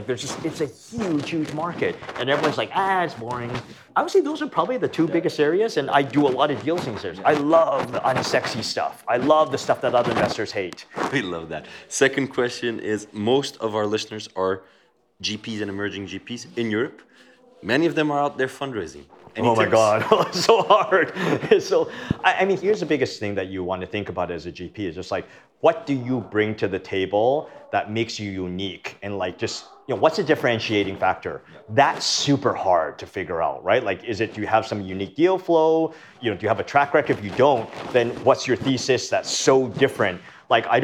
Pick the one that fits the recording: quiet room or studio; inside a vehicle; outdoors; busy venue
busy venue